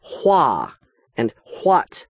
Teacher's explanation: Similar to this folly without warrant is the spelling of who, what, where, when, and why. The old English pronunciation of these words was the combination of the H sound and then the W sound.